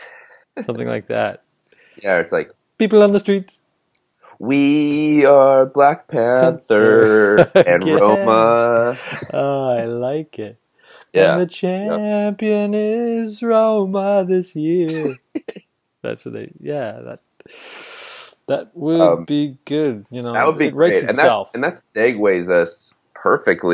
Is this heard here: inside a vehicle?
no